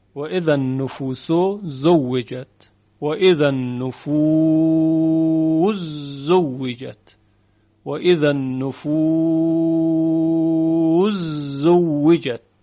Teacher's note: ادغام سین در حرف زای